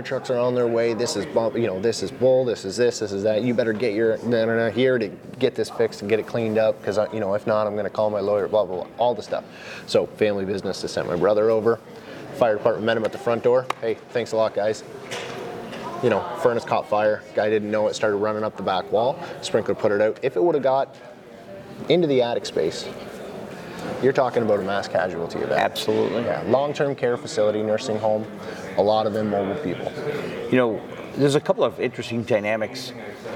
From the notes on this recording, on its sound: This episode of the fire sprinkler podcast was recorded live at the AFSA42 Conference/expo in Orlando Florida!